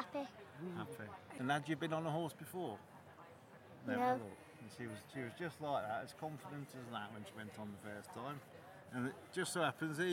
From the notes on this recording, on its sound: At the Timber Festival this summer in Leicestershire. At the Timber Festival this summer in Leicestershire.